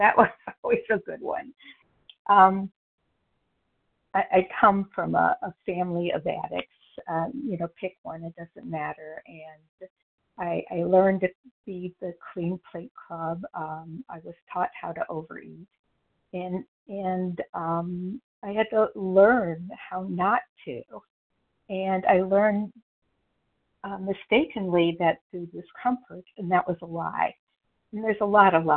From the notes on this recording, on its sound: from the 100 Pounders Phone Meeting, 8/22/23.